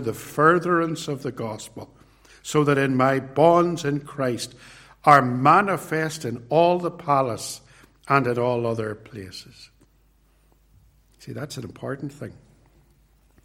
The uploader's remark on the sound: This sermon was preached at Ballymacashon Congregational church, and at Templepatrick Reformed Church. It was recorded at Templepatrick.